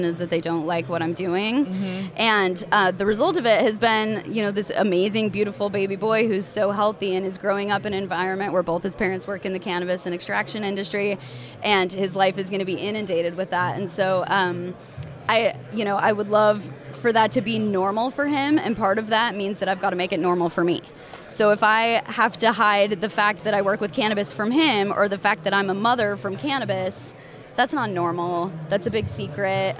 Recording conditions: busy venue